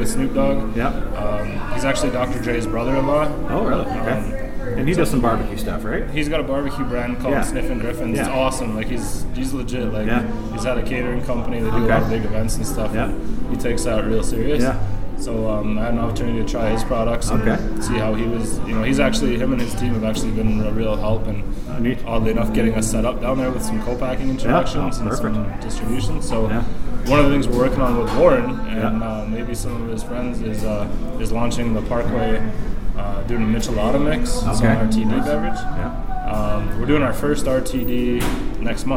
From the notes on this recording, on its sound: We recorded this episode in Canmore, AB at Where The Buffalo Roam Saloon at 626 8th St.